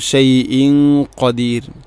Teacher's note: അതുപോലെ തന്നെ ഖദീർ റായിനെ തർഖീഖ് ചെയ്യുക എന്നുള്ളതും. അപ്പോൾ ഷൈഇൻ ഖ തൻവീനിനെ അവ്യക്തമാക്കി മണിക്കണം. ഖദീർ ഖദീർ അല്ല ഖദീർ റായിനെ തർഖീഖ് ചെയ്യുക, നേർപ്പിക്കുക. · Term: ഇഖ്ഫാം ബിഗുന്ന